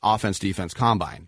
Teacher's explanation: in football, you put the emphasis on the first syllable